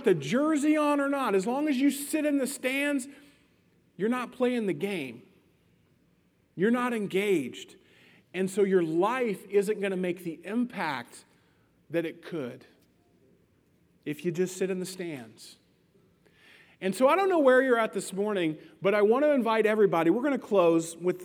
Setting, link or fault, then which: setting, large echoing room